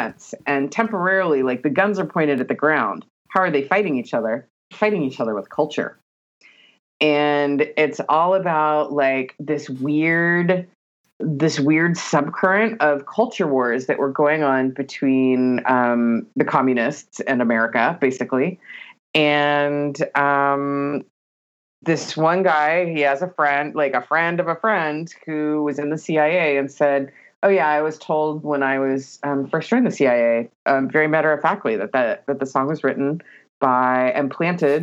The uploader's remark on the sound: Recorded via Skype = Palm Springs + Southern OR on 5.30.20